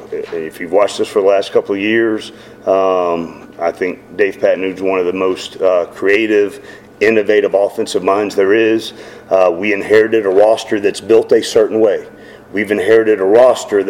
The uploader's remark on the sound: Postgame press conference (USF).